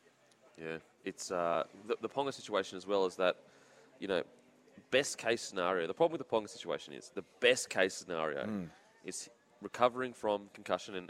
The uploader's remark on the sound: The boys are live from the brand new Spitwater shop in Gold Coast!